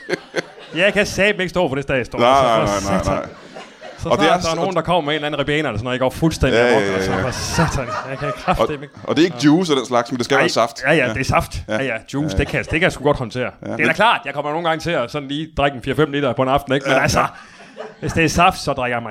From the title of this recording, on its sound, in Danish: LIVE fra Tobbers i Kolding